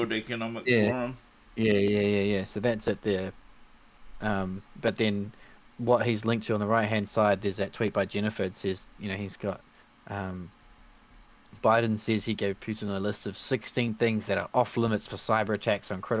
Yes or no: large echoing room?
no